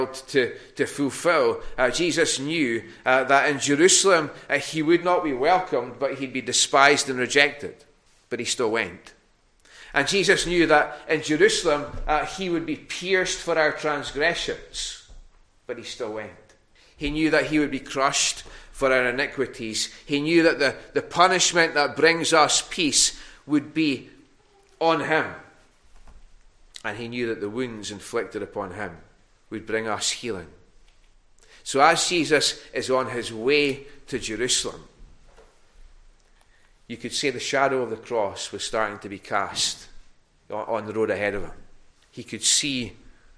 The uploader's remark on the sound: recorded at North Harris Free Church on Sunday morning 28 November 2021